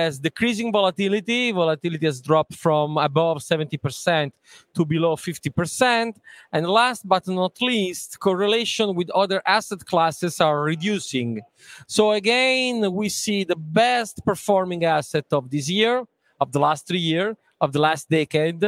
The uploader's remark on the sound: Breaking Banks Europe’s live coverage episode at the Milan Fintech Summit 2023 was a riveting affair.